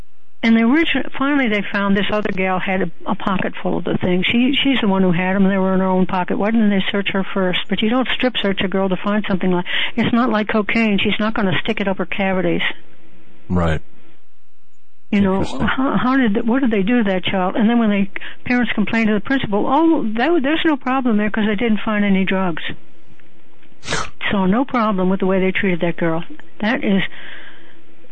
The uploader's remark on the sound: News followed by Open Phone Lines on The Hagmann Report. Open phone lines in the last 2 hours.